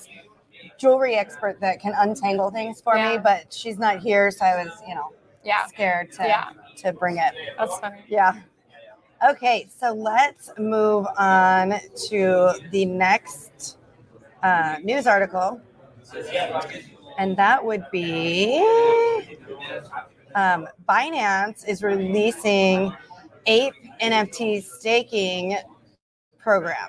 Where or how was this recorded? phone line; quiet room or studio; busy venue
busy venue